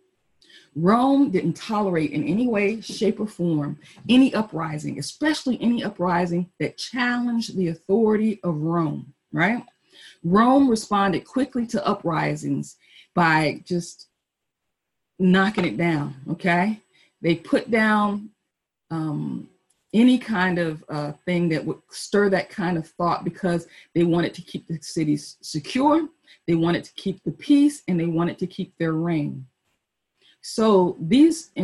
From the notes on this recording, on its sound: Our Zoom streamed Palm Sunday Service!